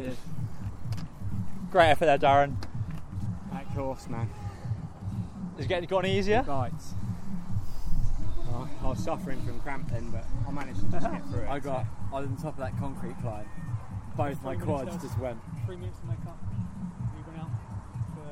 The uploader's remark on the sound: Brought to you live at the time from Stamner park in Brighton for the south's best 6 hour mountain bike endurance race.